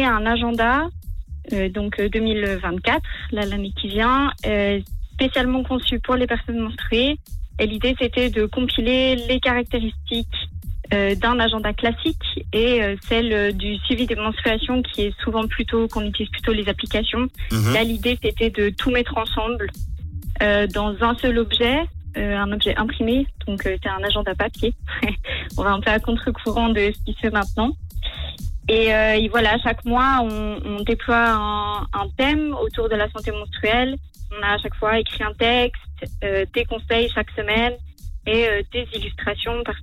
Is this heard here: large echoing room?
no